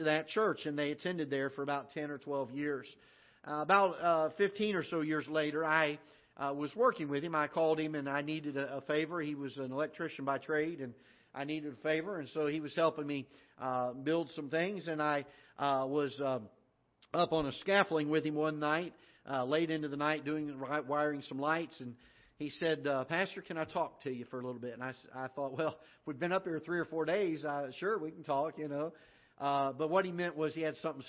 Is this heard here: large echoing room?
yes